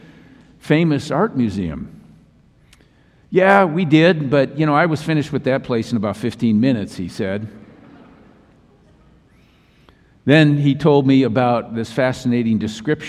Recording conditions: large echoing room